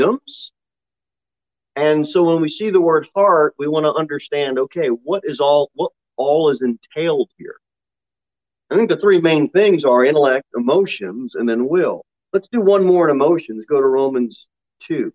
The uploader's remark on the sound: Sermon delivered at Pilgrim Baptist Church on Sunday, October 24, 2021, at 6:15 pm. Jere Whitson Rd.